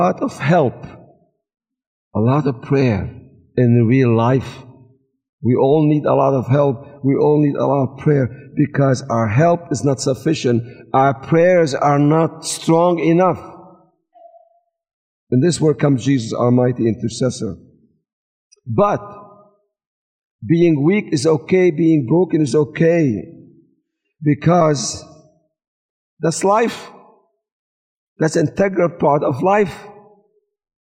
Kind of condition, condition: setting, live audience